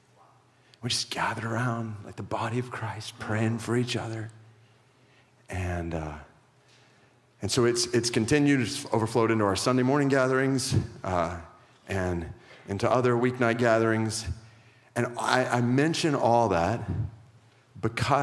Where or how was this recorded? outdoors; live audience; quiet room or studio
live audience